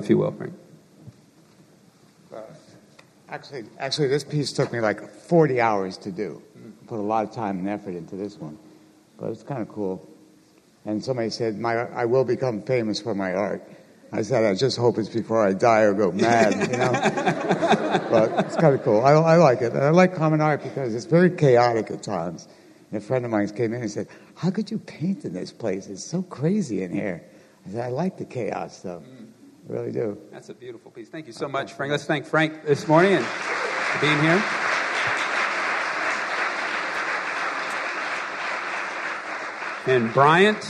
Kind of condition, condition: setting, large echoing room